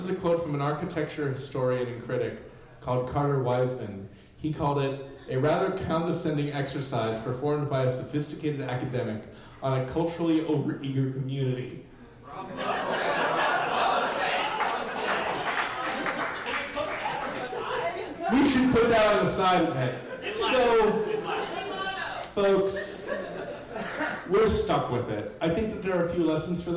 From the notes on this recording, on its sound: Live at the Jack London Bar. Stumptown Stories meets on the second Tuesday of every month at downtown Portland’s Jack London Bar.